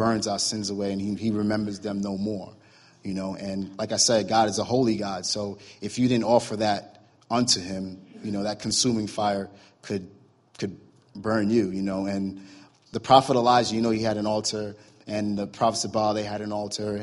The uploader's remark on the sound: During morning services at Celebration Life Family Church.